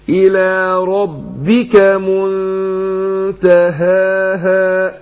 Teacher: وحقق الهائين عشان ايه، ان الهاء حرف خفاء، لو انا ما ضغطتش على المخرج هتضيع، تقع واحده منهم.